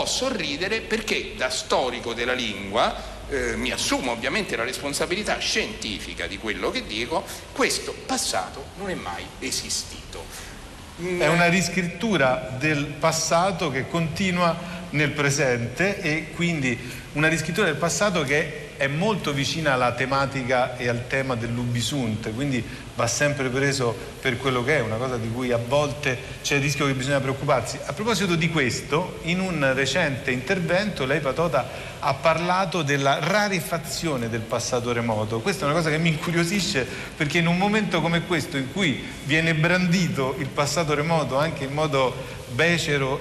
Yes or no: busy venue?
yes